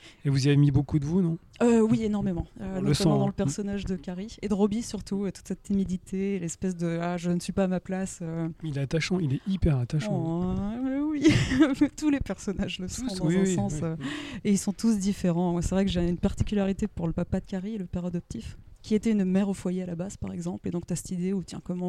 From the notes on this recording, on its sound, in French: lors de la dernière édition du festival Formula Bula à Paris.